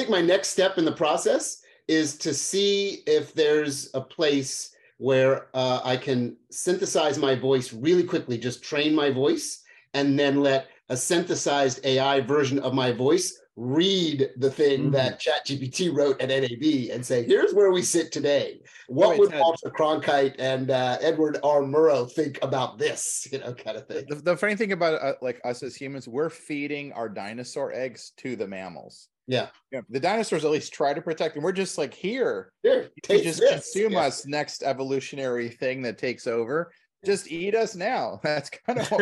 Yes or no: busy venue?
no